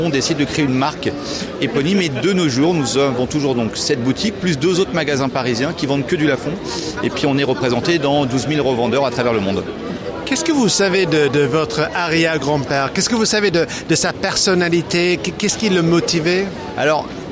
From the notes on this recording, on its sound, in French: (FR) Épisode 6 "en direct" du Silmo Paris 2023. Dans ce nouvel épisode très animé, en direct du cœur du Silmo 2023.